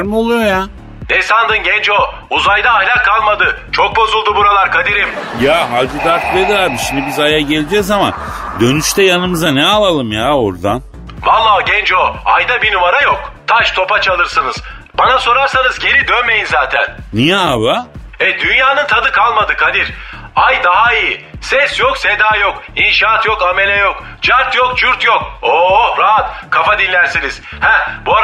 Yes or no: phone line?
yes